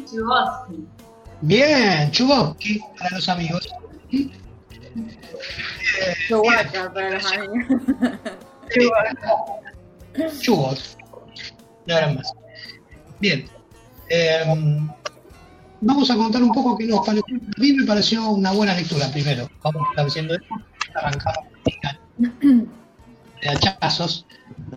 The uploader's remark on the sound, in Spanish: La hicimos usando #jitsi y con transmisión en vivo por #youtube